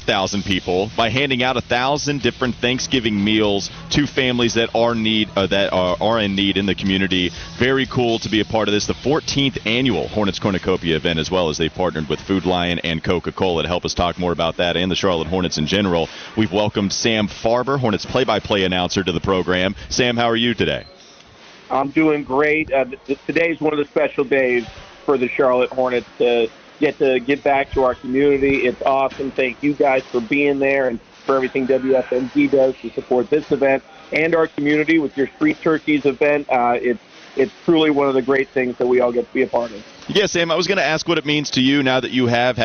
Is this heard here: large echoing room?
no